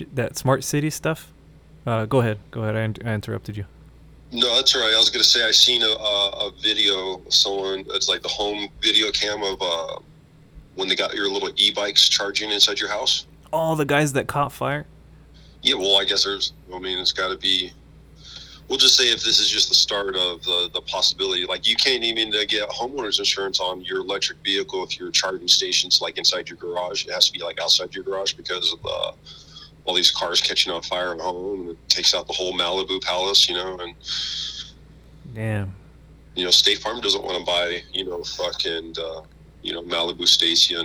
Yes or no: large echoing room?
no